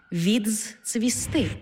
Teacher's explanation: У слові «відцвісти» «ди» переходить у «дз-ци»